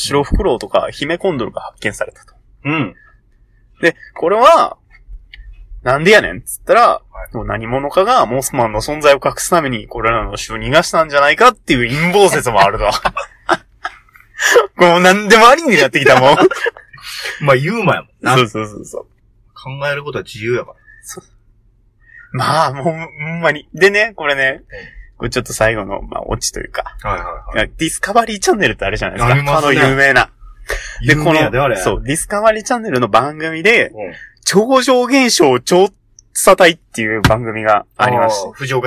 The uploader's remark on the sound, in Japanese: 今回車内録音のため音が籠っております。毎度毎度録音環境が安定しなくて申し訳御座いません。